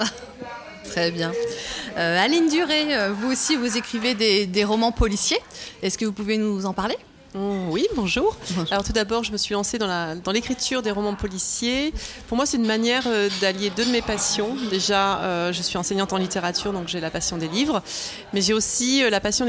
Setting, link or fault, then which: setting, busy venue